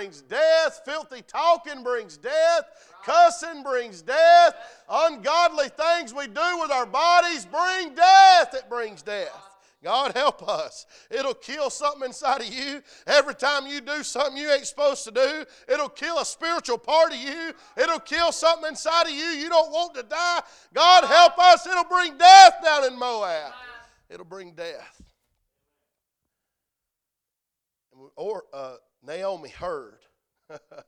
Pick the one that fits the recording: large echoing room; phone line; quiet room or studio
large echoing room